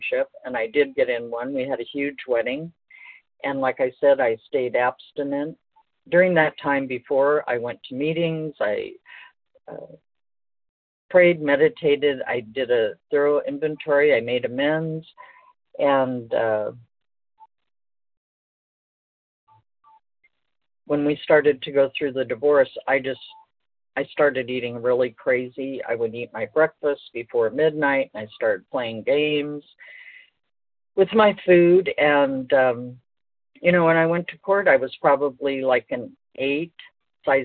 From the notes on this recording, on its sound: 100 Pounders Phone Meeting.